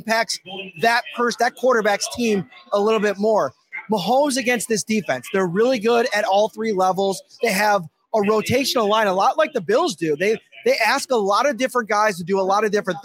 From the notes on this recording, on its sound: LIVE FROM WINGNUTZ. Are live back out at Wingnutz at 700 Military Rd. For another live show one night before the big game.